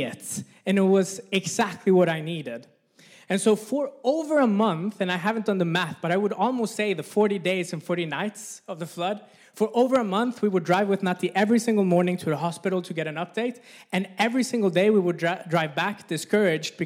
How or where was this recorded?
live audience